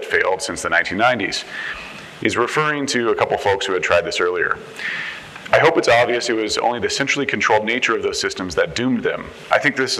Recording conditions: busy venue